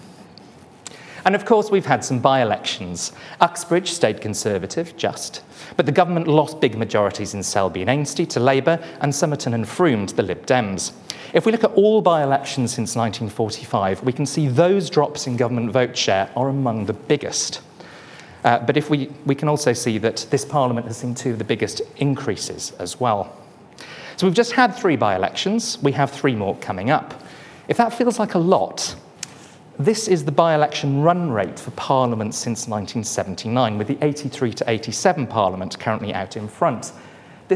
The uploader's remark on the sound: This event was the 45th in our series, where the speakers presented their work in an exciting, quickfire format. Each speaker had eight minutes, followed by eight minutes of questions from the audience.